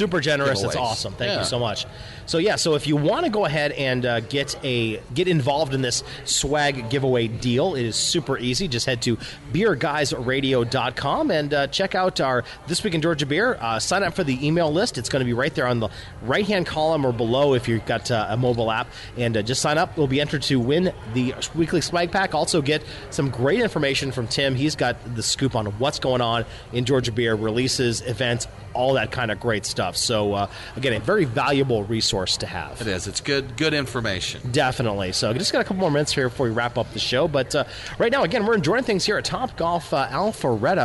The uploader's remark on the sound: Live from TopGolf